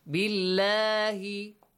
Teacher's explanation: The rule of the pronunciation of the letter lam in the word Allah. If you have a kasra sound, pronounce lightly.